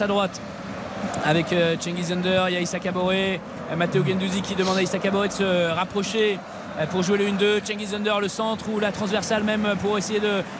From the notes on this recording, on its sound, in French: En direct du stade Vélodrome.